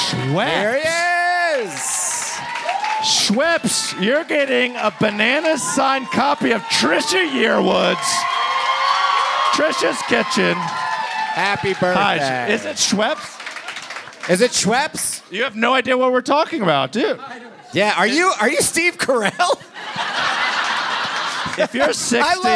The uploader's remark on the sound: It's Bananas live from Denver!